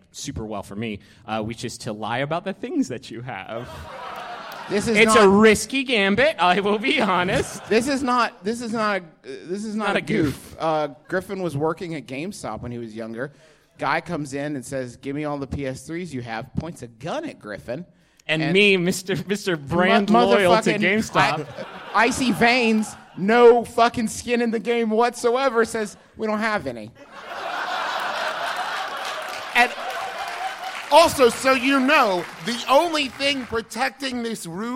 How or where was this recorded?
live audience